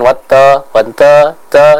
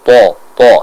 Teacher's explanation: kita membaca huruf ta tersebut dengan ketebalan yang sangat kuat